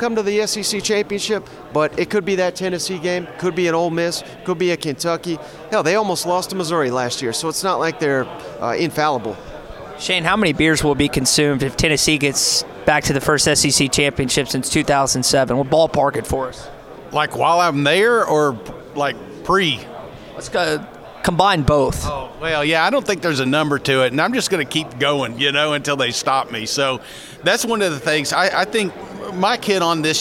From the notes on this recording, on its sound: At SEC Media Days! Live from Radio Row.